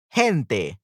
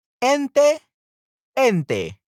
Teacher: Also, the letter J is not pronounced. Guatemalans usually, do not pronounce the letter J or the letter G when it sounds like a J. · Shown in: second take